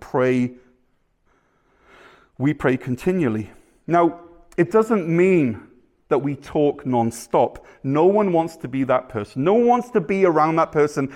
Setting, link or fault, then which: setting, large echoing room